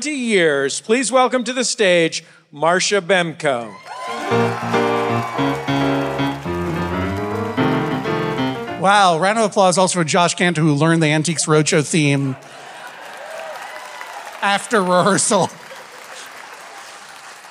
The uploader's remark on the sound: This episode was recorded in front of a LIVE audience on the Van Freaks Roadshow! All the way from The Wilbur in Boston.